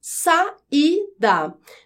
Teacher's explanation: o A fica em uma sílaba e o I fica em outra sílaba · Term: hiato